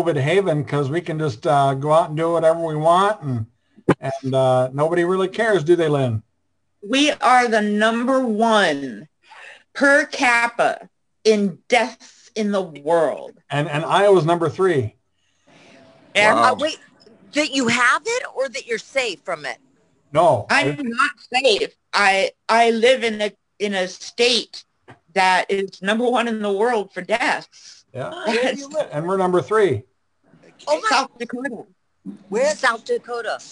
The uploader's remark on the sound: An epic Zoom Show. For those who missed the live stream of this one, really missed out.